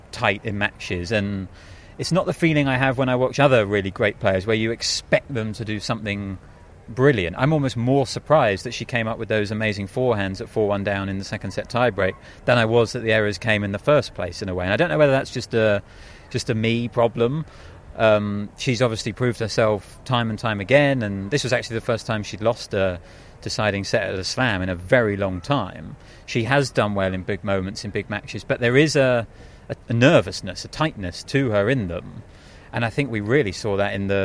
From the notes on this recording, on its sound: Live from Wimbledon.